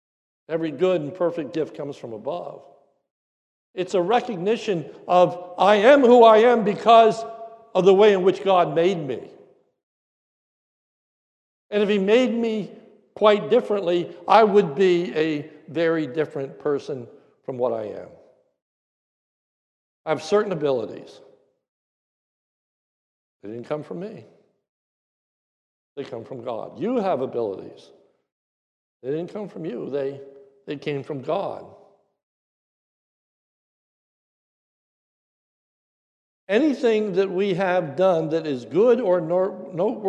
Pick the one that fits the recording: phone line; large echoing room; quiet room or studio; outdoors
large echoing room